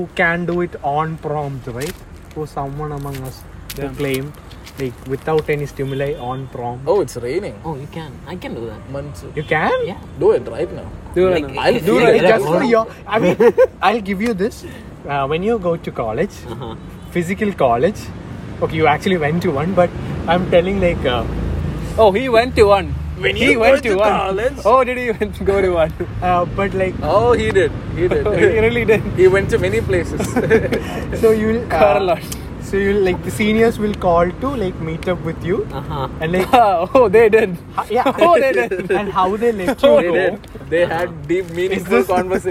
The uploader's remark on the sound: We recorded this episode in a cemetery.